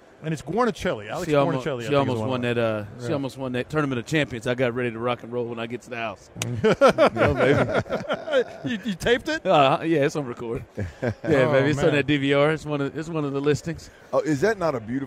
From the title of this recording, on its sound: Final Hour LIVE At Radio Row In Las Vegas